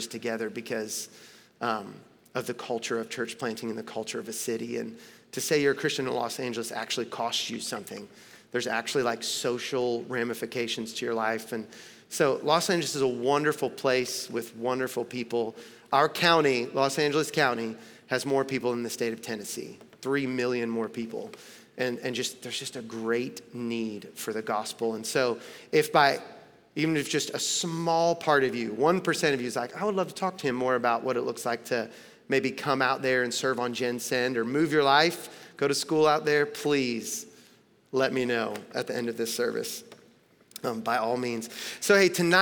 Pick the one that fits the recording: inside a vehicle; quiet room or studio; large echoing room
large echoing room